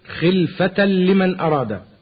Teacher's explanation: تنوين وبعده لام، وأدغم التنوين في اللام من غير غنة · Term: إدغاما بغير غنة